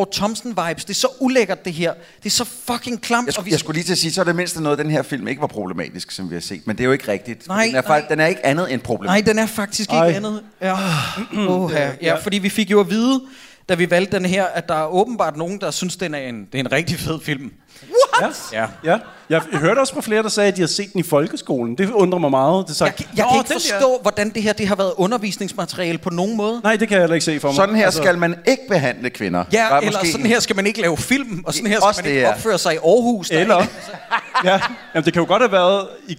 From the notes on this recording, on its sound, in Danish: Vi er live fra Århus hvor et ekstremt veloplagt publikum tog imod os